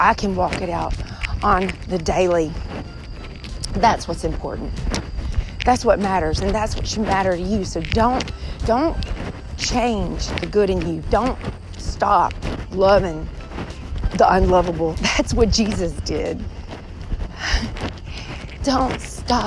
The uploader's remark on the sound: Please forgive the sound of my shirt rubbing up against my phone